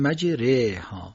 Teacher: اول تفخیمش رو میگیریم، مجرا میشه مجرا، و بعد یه مرحله دیگه باز میلش میدیم به سمت کسره میشه مجره ها. · Term: اماله کبرا